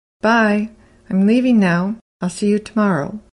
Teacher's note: The M and L sounds are barely said aloud, but a native speaker hears them